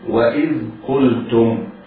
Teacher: القاف مفخمة، اللام مرققة، التاء مضمومة مرققة. وإذ قلتم يا، ميم ساكنة بعدها يا، حكمها الإظهار الشفوي.